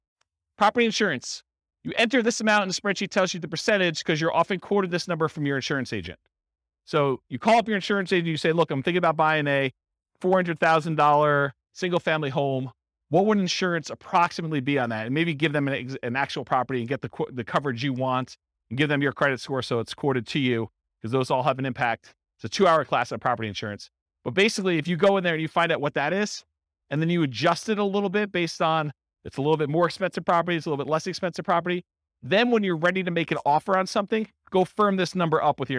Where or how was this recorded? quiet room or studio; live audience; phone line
live audience